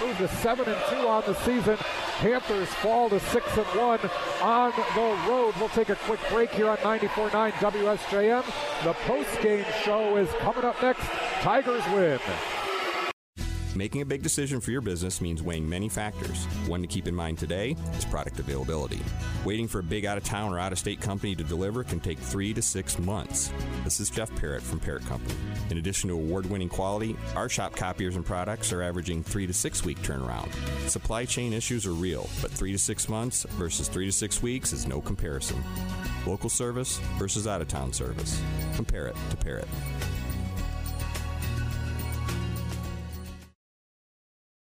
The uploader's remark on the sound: As you heard on News/Talk/Sports 94.9 WSJM. All of the action from Farnum Gymnasium as Watervliet headed to Benton Harbor to face the Tigers.